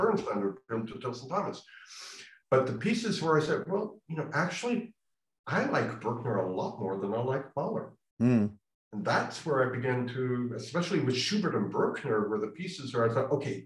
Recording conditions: video call